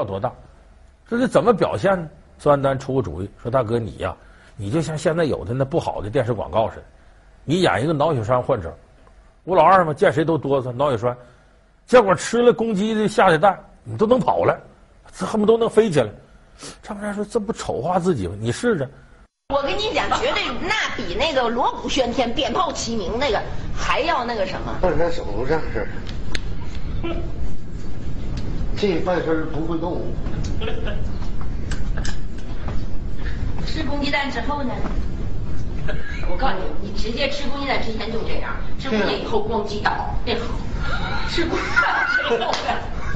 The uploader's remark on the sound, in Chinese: 還有聽故事的觀眾。